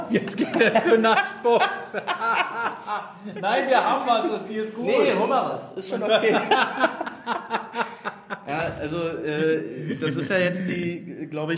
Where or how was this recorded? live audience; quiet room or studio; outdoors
live audience